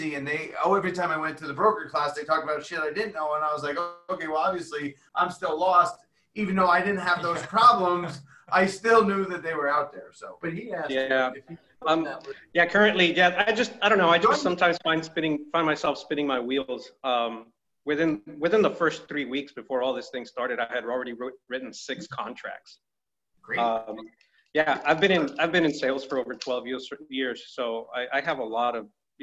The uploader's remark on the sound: A live Q&A inside of a public zoom room